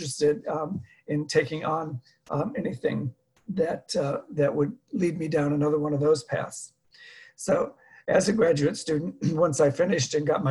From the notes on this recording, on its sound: Dharma talk via Zoom